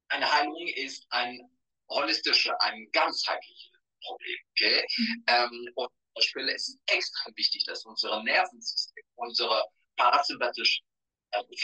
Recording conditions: video call